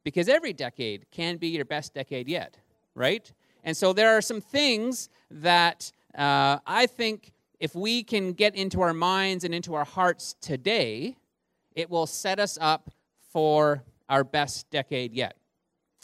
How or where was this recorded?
large echoing room